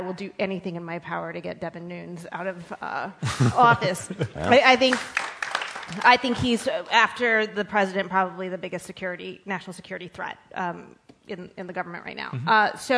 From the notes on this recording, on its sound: Live from Harvard's Kennedy School. This is a special live edition of Political Wire Conversations. I hosted an outstanding live event and discussion at Harvard’s Kennedy School.